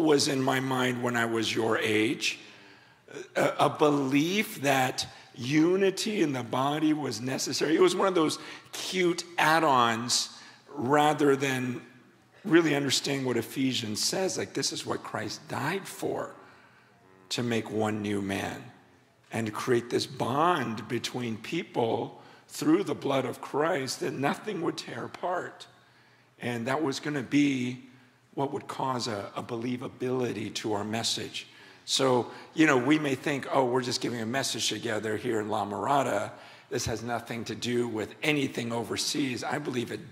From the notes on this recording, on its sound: a shared session at Biola’s yearly Missions Conference